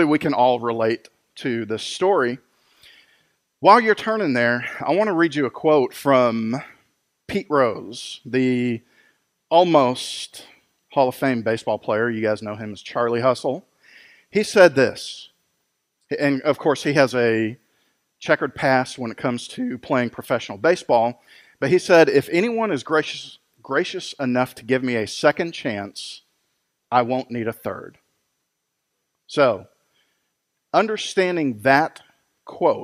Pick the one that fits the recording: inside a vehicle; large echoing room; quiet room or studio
large echoing room